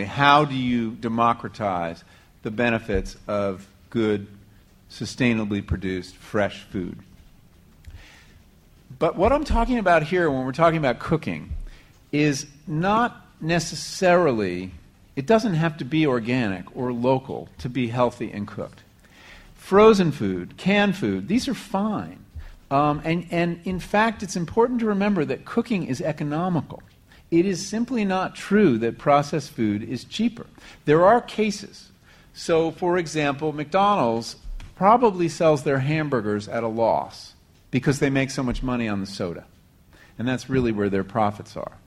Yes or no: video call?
no